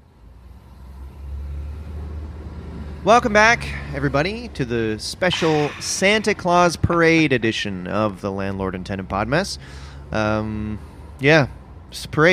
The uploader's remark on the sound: LIVE From the Santa Claus Parade! Reporting live from the Toronto Santa Claus Parade!